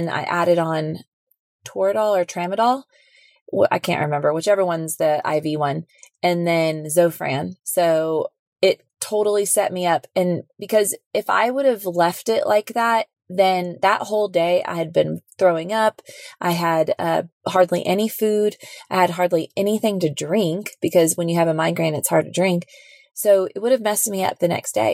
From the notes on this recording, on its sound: coming to you “live” from our dream RV vacation in Idaho!